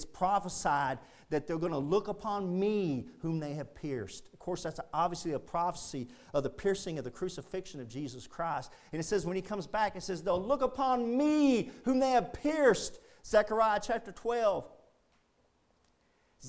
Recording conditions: large echoing room